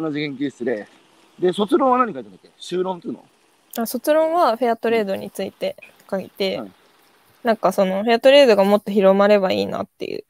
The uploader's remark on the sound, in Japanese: 歩きながら1時間、対談する。